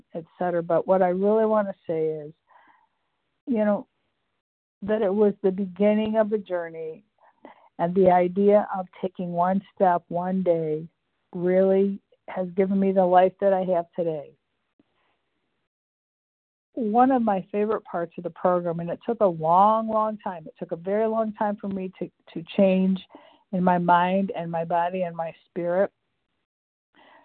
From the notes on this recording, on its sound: the 100 Pounders Phone Meeting, 2/1/24